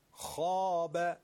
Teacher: خا حرف استعلاء که تفخیم میشه، الفش هم باهاش درشت میشه